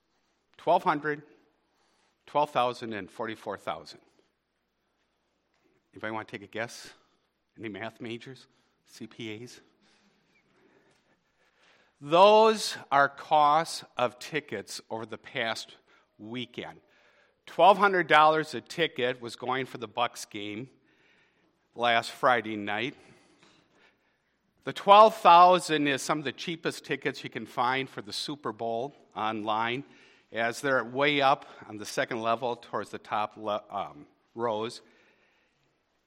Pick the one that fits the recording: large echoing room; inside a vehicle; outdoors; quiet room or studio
large echoing room